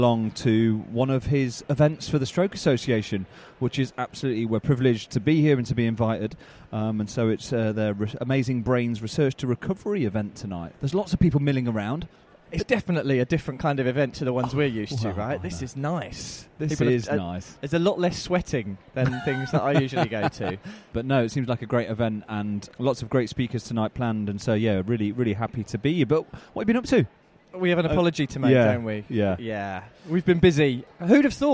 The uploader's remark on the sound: Live from event night with the Stroke Association.